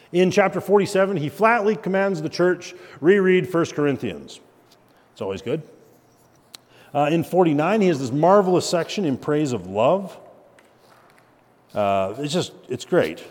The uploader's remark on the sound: At Christ Covenant Church we are doing a monthly lecture